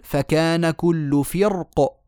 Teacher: كلمة فرق وقفا ليس فيها سوى التفخيم قولا واحدا